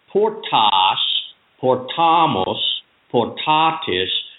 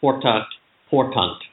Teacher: that's a long ah. But before the T and before the NT, it's short